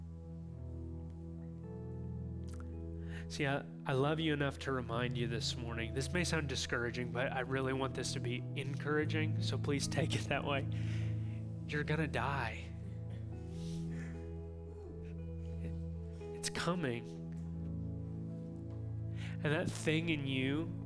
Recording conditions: large echoing room